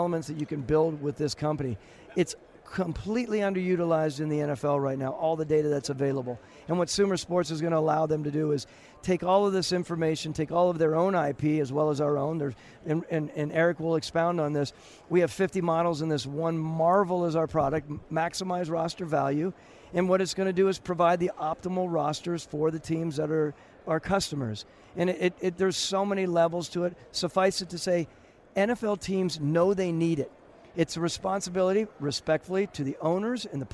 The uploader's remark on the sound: From Super Bowl 57 in Phoenix.